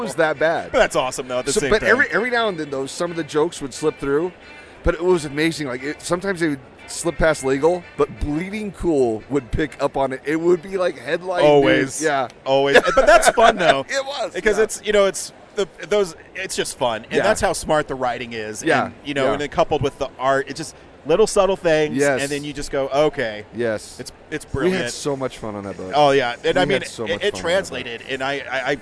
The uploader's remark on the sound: at Denver FanExpo 2022